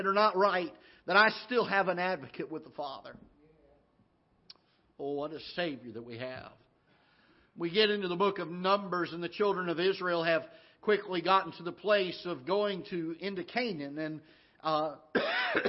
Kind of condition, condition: setting, large echoing room